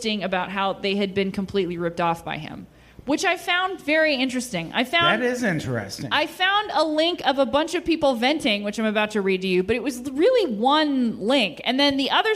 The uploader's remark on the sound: Live At The Hollywood Hotel